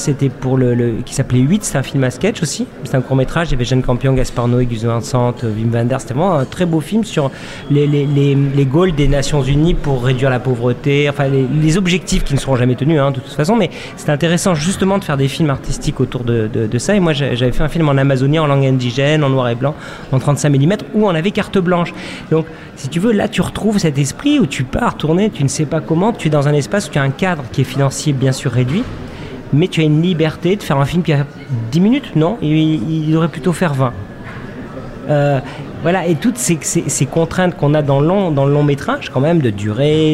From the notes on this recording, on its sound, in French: LE GRAND LIVE SPECIAL FETE DU COURT METRAGE #1 – EN DIRECT DU CARREAU DU TEMPLE.